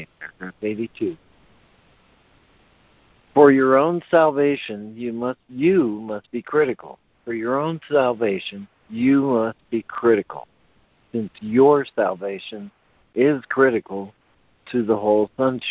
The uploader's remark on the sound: ACIM Daily Conference Call